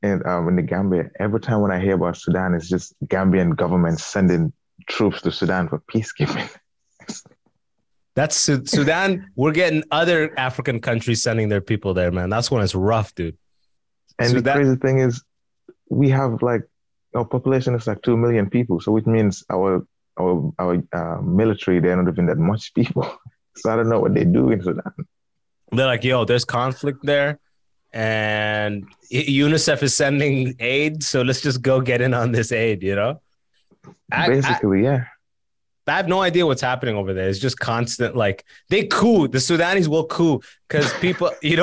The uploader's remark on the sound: We got on Zoom to chat with some listeners